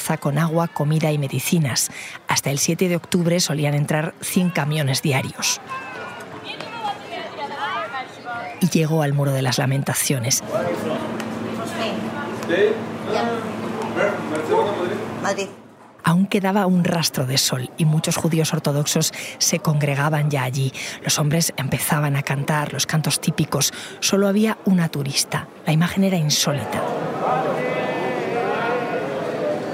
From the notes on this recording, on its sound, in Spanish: grabado en el terreno